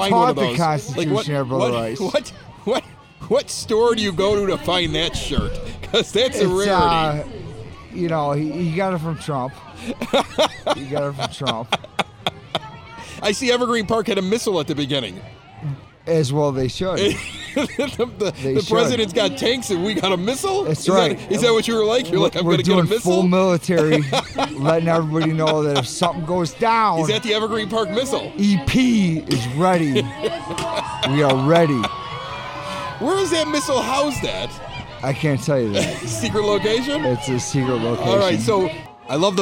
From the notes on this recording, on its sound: Recorded at this year's Evergreen Park Independence Day Parade! The Evergreen Park Community High School Marching Band.